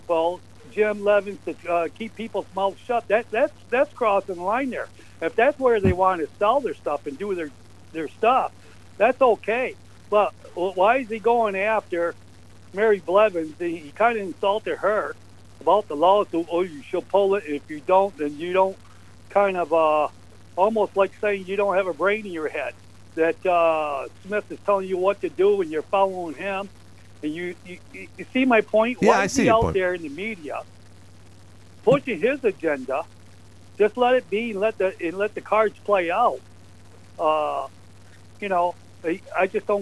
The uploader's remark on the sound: Then the ordiance guy called